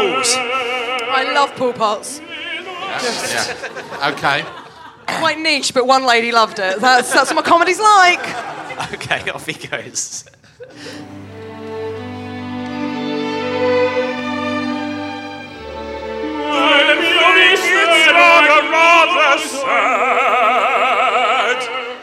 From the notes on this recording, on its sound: A very fun, very ramshackle episode recorded at the Laugh Out London comedy festival. It is so jam-packed that at one point the recording device breaks down.